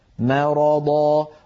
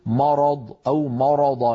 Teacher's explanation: لا نفخم الميم لأن العرب لا تفخم الميم · Shown in: first take · Term: ترقيق الميم